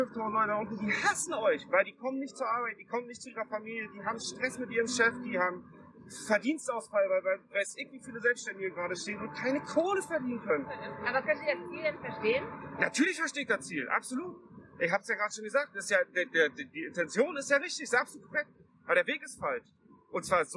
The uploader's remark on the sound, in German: Entschuldigt das die Soundqualität auch in dieser Folge nicht optimal ist. Wir experimentieren grade damit Gastfolgen als Video zu realisieren.